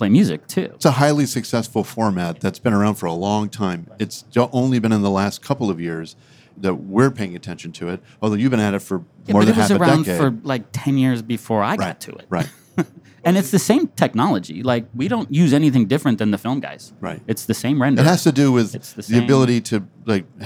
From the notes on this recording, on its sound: LIVE From NAMM 2024. Live from the PMC Booth at NAMM.